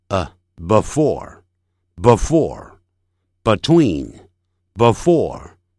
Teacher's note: 把这个 a 的音呢、啊，念成小写的 e 的倒过来那个符号